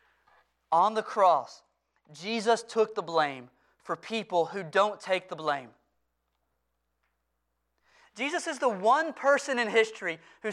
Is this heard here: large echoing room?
yes